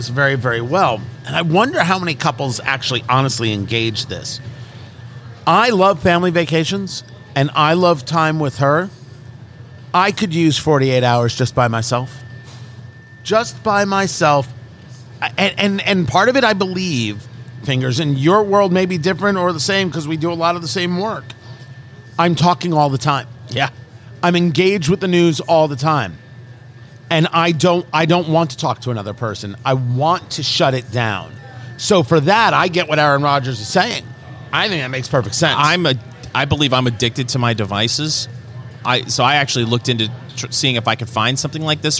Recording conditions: busy venue